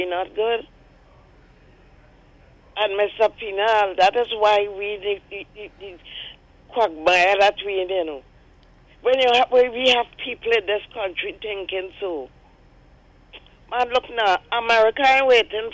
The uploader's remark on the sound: During this hour we take calls from our audience